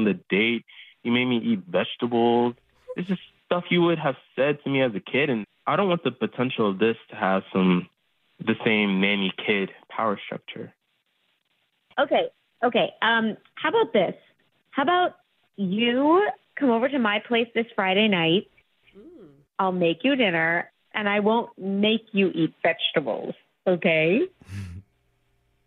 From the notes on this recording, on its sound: Awkward Tuesday Phone call.